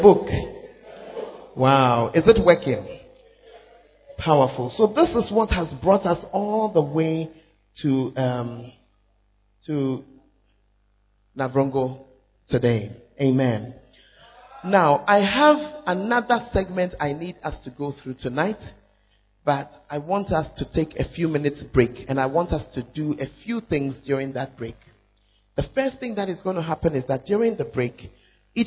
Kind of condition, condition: setting, large echoing room